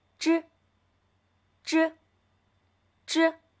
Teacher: 当我们在发之的时候，舌尖微微地上翘，抵住硬腭前端。 · Term: 声母之